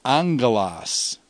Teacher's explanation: Then when angelos becomes angelon, the accent stays on the antepenult.